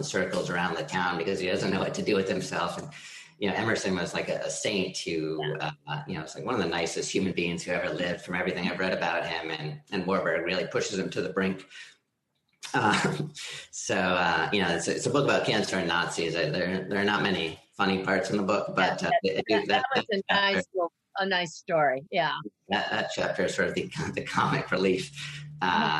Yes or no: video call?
yes